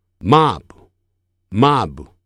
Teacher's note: B 这个符号实际上它是不会发出不的声音，而是把双唇紧闭憋气就可以了